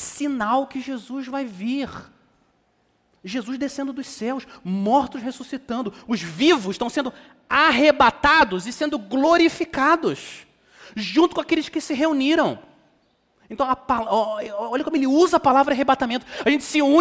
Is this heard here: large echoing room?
yes